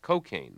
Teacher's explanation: with a stress on the first syllable, a street pronunciation that comes from the speech of inner-city blacks